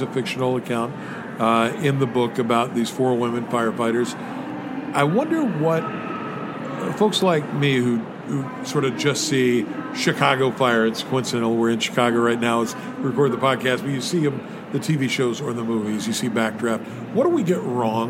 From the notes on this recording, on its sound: This is another episode captured at the American Library Association's annual conference in Chicago.